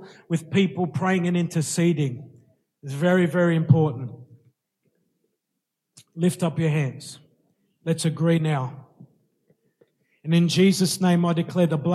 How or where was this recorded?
large echoing room